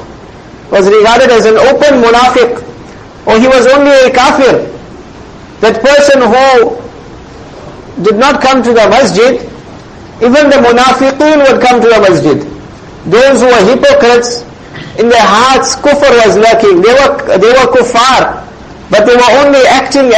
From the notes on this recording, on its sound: Jumuah lecture at May Street masjid.